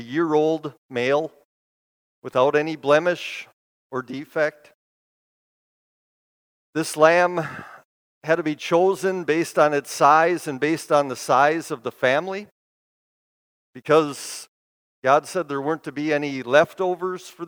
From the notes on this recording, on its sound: Bethany, Appleton, WI. Preached this sermon at Bethany's Maundy Thursday worship.